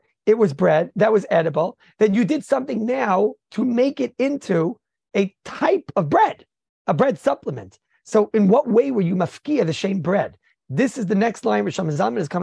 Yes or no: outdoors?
no